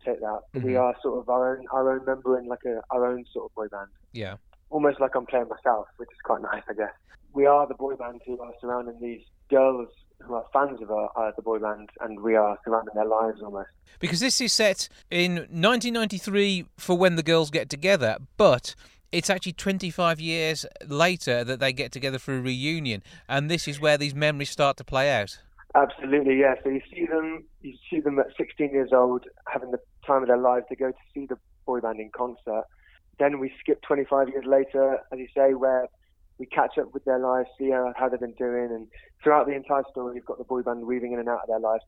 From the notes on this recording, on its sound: Joining us on the phone for a chat.